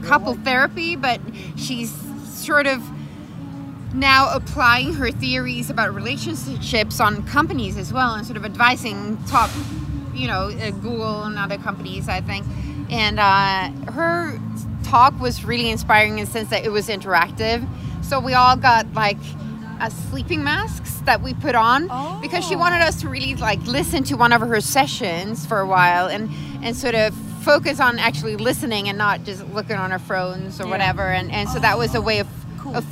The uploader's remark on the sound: Recorded on Friday the 9th of March, on a pulsating Austin street. Right in the middle of the SXSW festival.